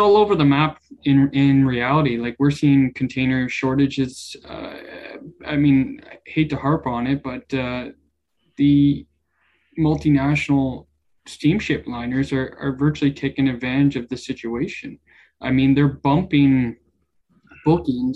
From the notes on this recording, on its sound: This edition of Produce Talks is a recording of our October webinar. Followed by a roundtable discussion with industry leaders.